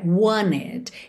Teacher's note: Ignorou a letra T do meio dessa palavra e juntou o N no E